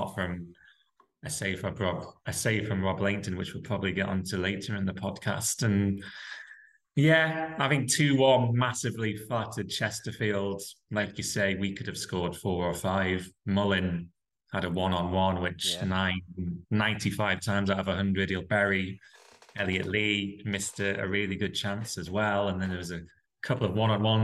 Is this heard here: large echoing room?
no